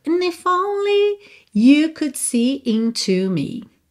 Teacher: É quase um if only. Porque ela dá esse and tão pequenininho, assim, tão suave, que o N, né, esse som mais nasal, é o que aparece de fato